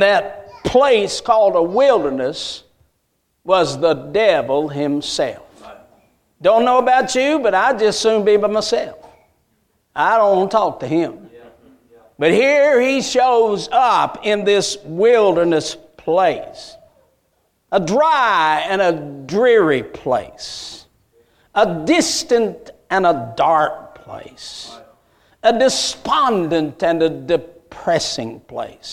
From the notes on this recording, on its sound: A message Preached at Crossroads Baptist Church